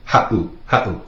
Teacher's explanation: Makes that little glottal stop, that pause.